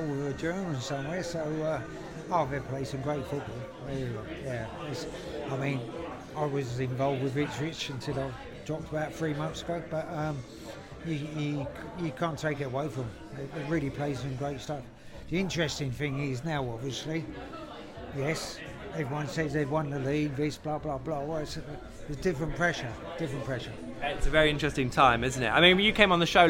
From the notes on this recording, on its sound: The PinkUn Show 175 is LIVE from The Woolpack in Norwich